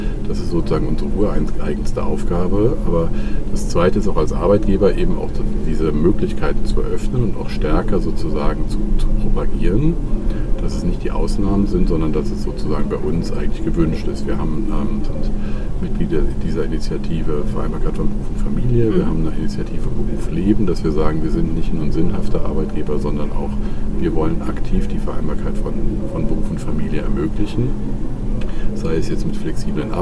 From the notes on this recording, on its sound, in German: Live-Episode von der ZP Europe